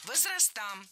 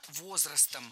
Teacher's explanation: Правильно, возрастом. Перед нами существительное с неподвижным ударением на основе. То есть ударение всегда падает на «о» в первом слоге. · Shown in: second take